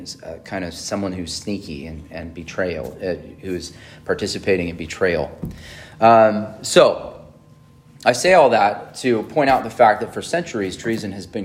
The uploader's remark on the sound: on June 25, 2023 at Emmanuel Baptist Church in Fallbrook, California